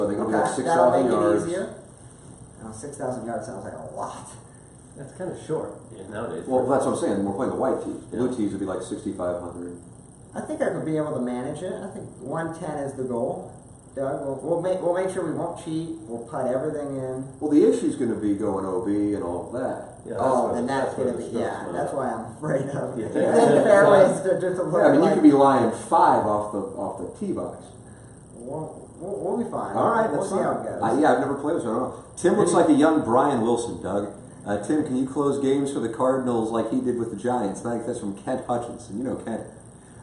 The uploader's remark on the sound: Live From Spring Training